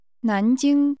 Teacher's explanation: This name is pronounced with rising and high level tones.